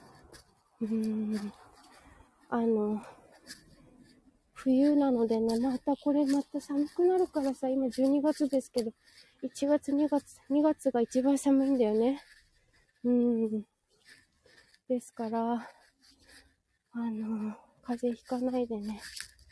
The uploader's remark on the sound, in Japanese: 舞踏WS参加直後終電逃し帰り道を歩きながら。